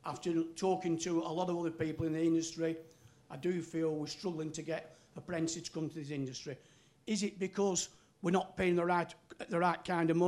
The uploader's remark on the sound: An expert panel supported by a lively audience at the FA’s St Georges Park